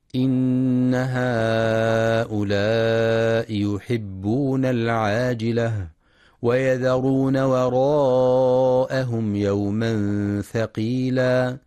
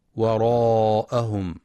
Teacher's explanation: ينتبه القارئ لترقيق الواو والهمزة وعدم تفخيمهما · Shown in: first take · فلا يقرأ وراءهم بتفخيم الواو والهمزة.